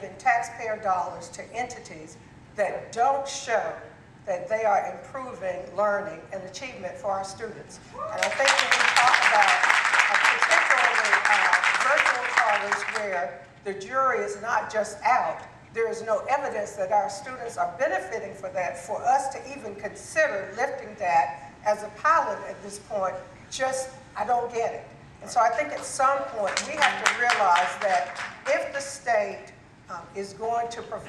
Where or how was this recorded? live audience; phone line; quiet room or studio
live audience